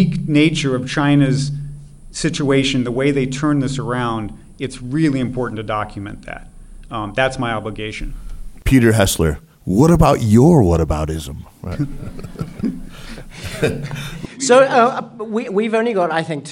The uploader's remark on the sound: Live at the NEXTChina 2021 Conference in New York. A live show taped. At the fourth annual NEXTChina Conference at the China Institute in New York.